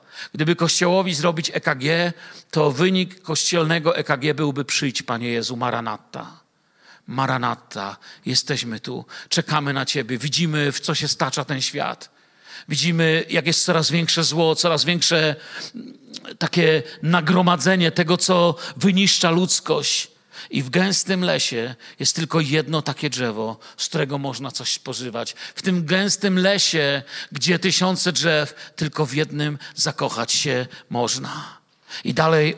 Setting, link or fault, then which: setting, large echoing room